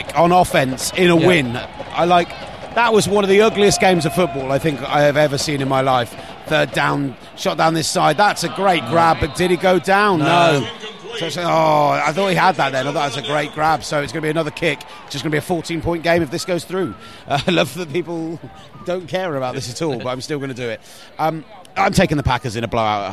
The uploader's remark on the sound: Live from Stanford Stadium